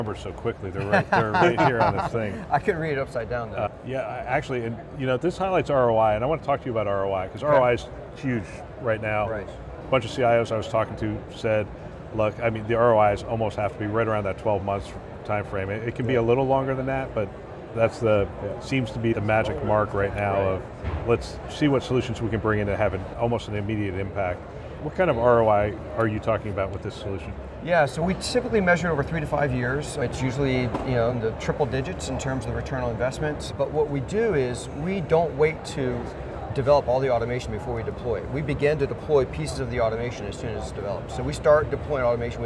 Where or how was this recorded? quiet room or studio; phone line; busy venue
busy venue